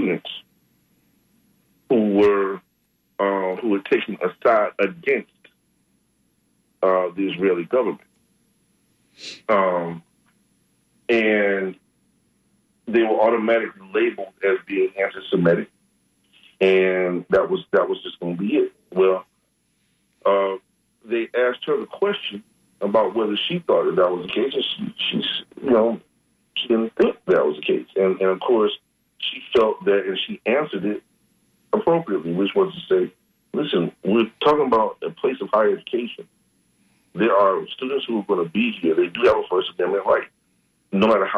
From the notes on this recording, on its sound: unique magazine format call-in show